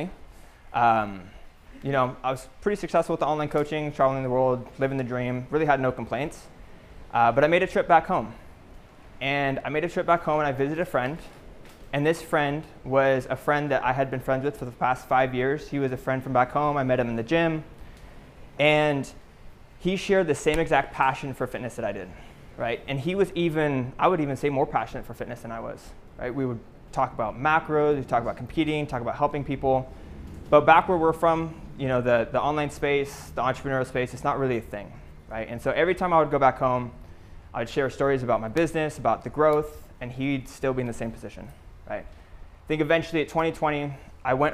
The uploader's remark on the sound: Live Lecture PTBI Retreat 2021